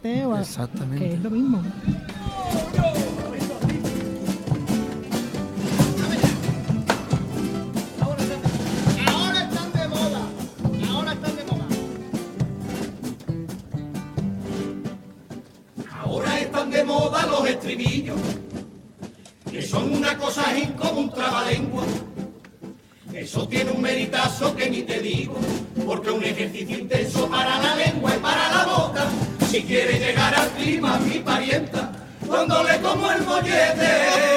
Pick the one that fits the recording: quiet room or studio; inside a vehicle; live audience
live audience